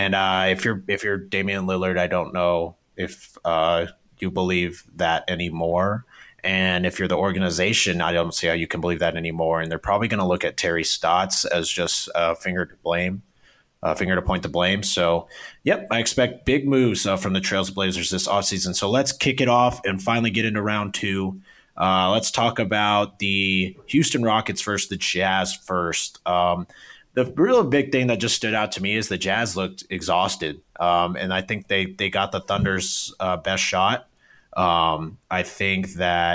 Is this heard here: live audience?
no